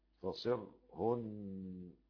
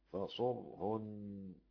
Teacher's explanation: حمزة وأبو جعفر ورويس وخلف بكسر الصاد · Shown in: first take